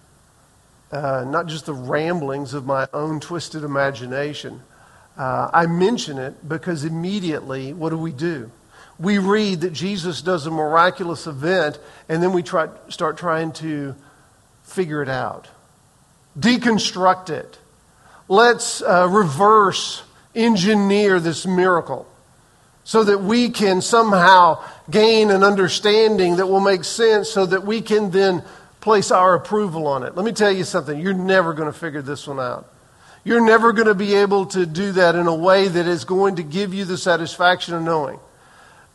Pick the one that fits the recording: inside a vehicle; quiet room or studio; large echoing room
large echoing room